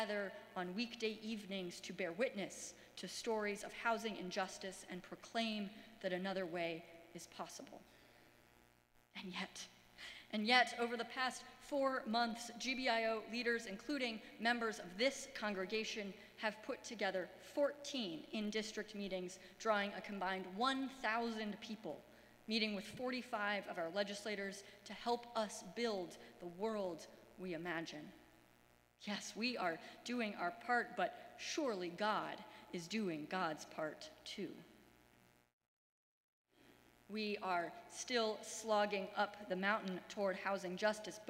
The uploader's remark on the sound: Sermons from Old South Church in Boston